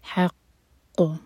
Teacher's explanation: قاف پر قلقلہ اور قاف پر شدہ ہے اور قاف ہیوی لیٹر ہے تو بہت سٹرانگ شدہ ہوگا